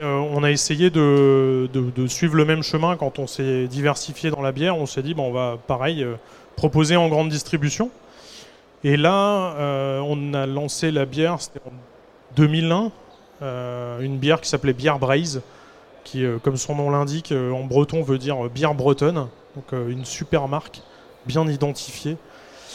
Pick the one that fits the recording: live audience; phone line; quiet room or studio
live audience